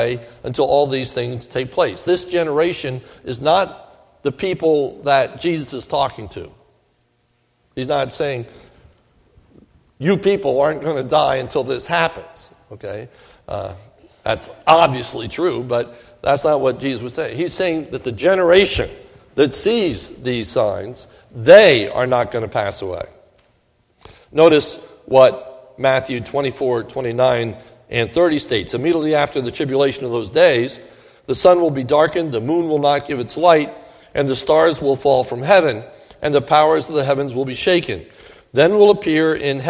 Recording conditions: large echoing room